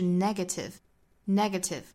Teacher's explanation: 形容词的话呢重读是在第一个音节